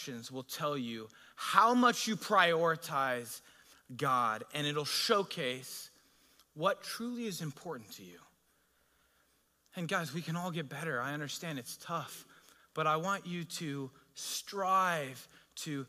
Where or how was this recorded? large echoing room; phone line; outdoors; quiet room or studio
large echoing room